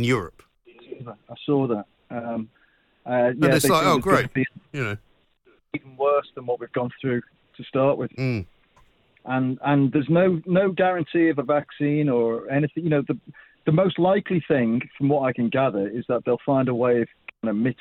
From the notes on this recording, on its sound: (via studio). (via phone).